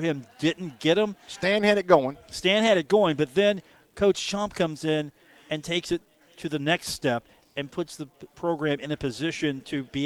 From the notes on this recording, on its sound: at the Union Pub and Grill